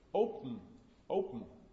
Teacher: But if you listen carefully how I produced it, then I didn't actually say open, but I said open, open, right? I don't really produce a schwa. What I really produce is just an m after the p. It's as if the whole syllable was in a consonant. · a syllabic nasal, a word final nasal that follows another consonant. That's also a case of assimilation.